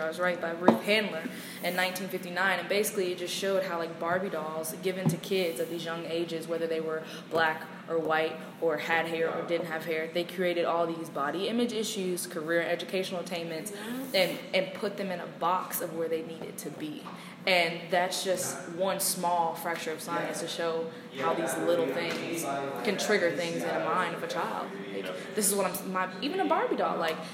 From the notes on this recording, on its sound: apologize for the background noise